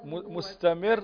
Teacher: ترقق الراء لأن الراء هنا ساكنة تصبح الراء ساكنة وسبقت بكسر وليس بعدها حرف استعلاء